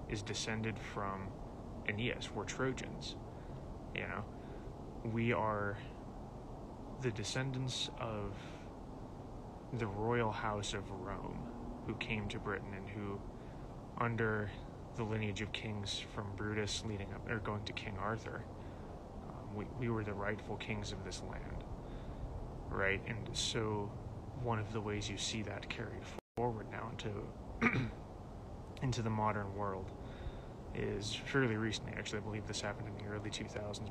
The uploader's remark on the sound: In this short episode we share an excerpt from a recent Instagram live video.